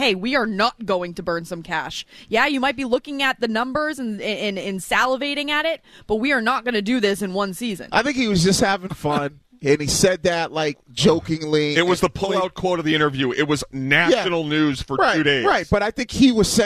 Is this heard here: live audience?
no